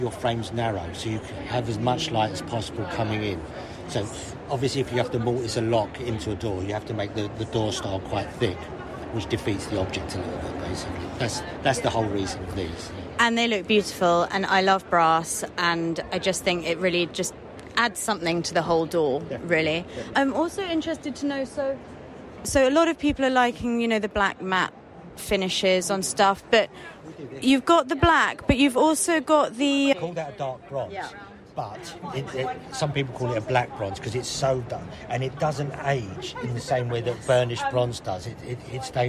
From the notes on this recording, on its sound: Chats live at Decorex 2022 in Earls Court.